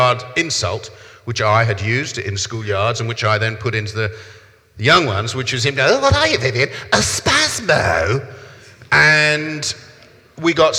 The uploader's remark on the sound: In this live recording of our event